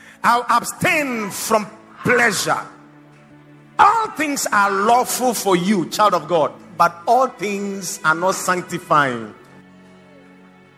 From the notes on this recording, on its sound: Preached at the Watered Garden Church.